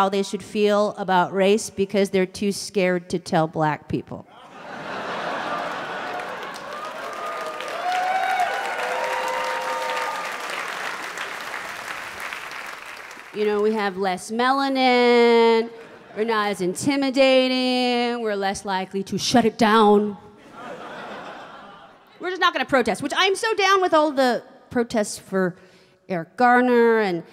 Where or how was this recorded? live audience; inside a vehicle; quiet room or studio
live audience